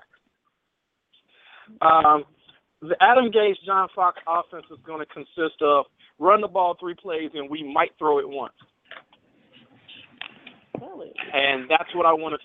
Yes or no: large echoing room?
no